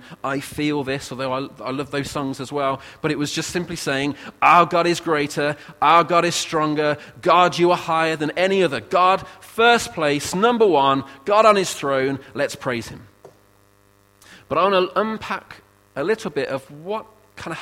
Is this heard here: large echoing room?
yes